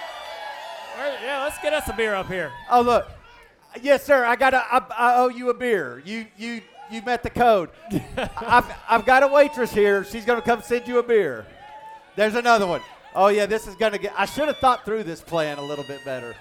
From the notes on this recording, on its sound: Live from Ole Red in Nashville. It was live, in a bar full of beverages.